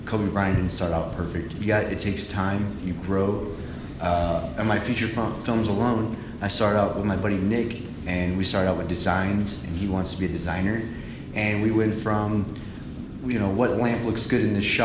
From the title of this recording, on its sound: Comic Con Panel